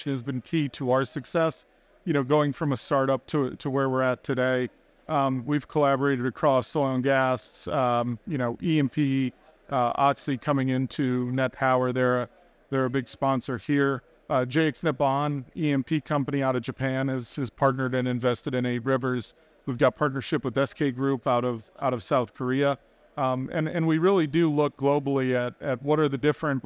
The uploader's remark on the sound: Recorded live at ADIPEC 2023